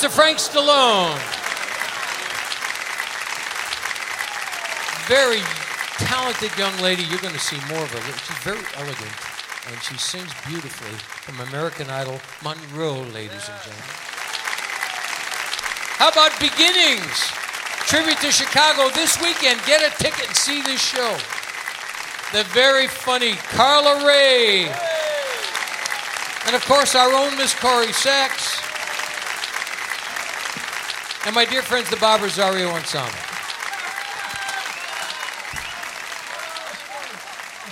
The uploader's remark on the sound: Live at the Southpoint Casino